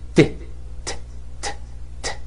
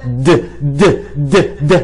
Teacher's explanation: الته لما تتحول لحرف مجهور فيه اهتزاز هنا تتحول لدال، د د د، حتى نطق الته من نفس مخرج نطق الدال. بس هي الفكره ان الته ما بتدي هنا اهتزاز في الاحبال الصوتيه، والدال د د د د في هنا اهتزاز في الاحبال الصوتيه